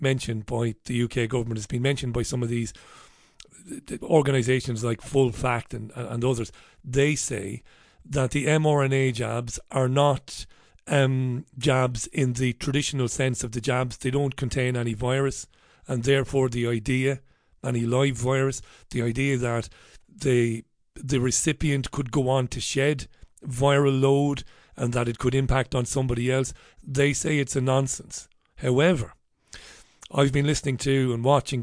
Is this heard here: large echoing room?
no